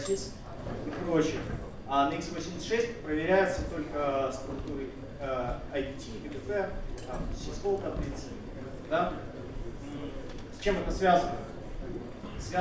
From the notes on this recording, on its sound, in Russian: ZeroNights 2014 и «Открытая безопасность» представляют аудиозапись докладов с конференции. День 2, Workshop 1, FastTrack.